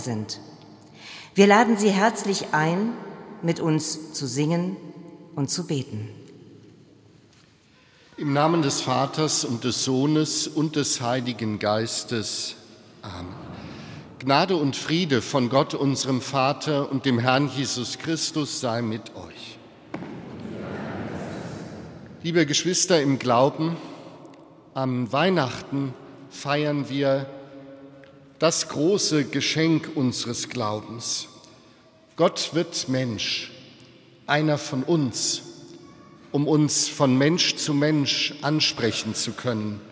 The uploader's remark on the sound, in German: Aus der Pfarrkirche Sankt Bonifatius in Frankfurt-Sachsenhausen übertrug hr4 live den katholischen Feiertagsgottesdienst am ersten Weihnachtsfeiertag. Gemeinde und Chor singen bekannte Weihnachtslieder.